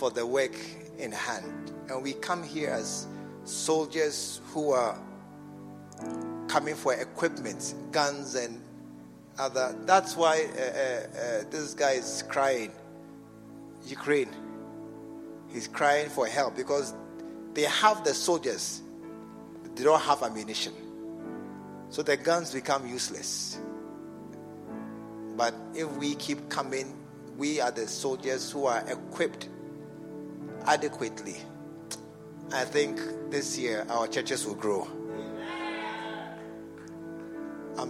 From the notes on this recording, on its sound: A message preached during SAT service at The True Vine Cathedral, Bantama.